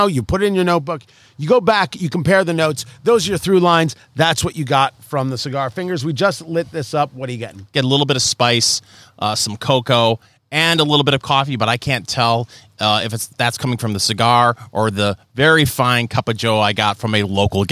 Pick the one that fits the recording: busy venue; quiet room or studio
busy venue